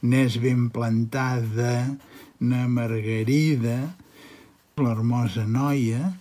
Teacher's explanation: la A àtona es pronuncia neutra perquè s'identifica amb una A, amb una variant de la A